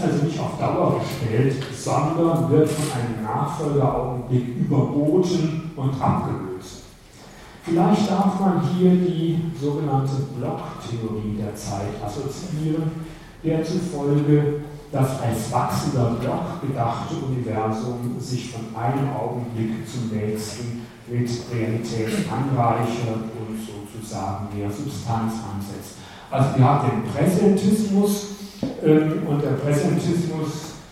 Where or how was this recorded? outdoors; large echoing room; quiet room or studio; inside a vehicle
large echoing room